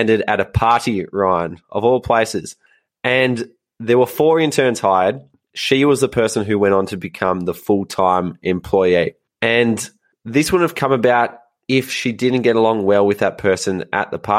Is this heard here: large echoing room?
no